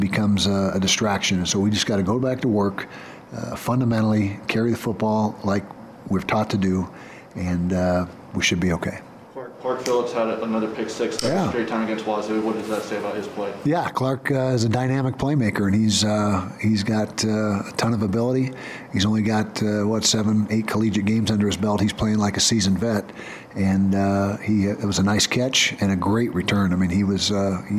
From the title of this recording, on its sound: Postgame Press Conference